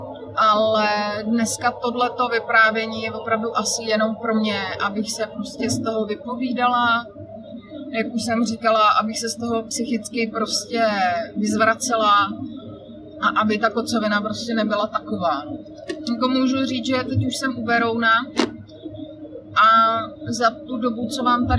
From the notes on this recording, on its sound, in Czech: Dnešní díl je natáčený v autě na mobilní telefon - takže kvalita zvuku není zrovna OK